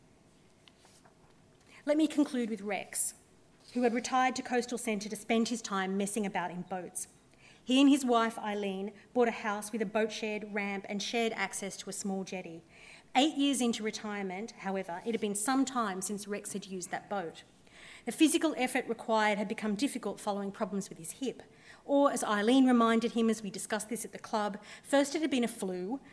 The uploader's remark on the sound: THIS LECTURE WAS HELD ON 8 September, 2016 at the University of Sydney as part of the Sydney Ideas and the Insights Lectures series